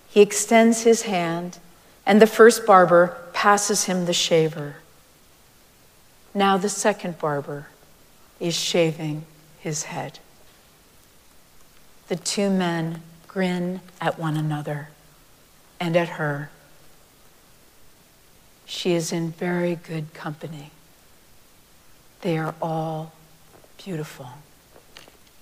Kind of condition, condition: setting, large echoing room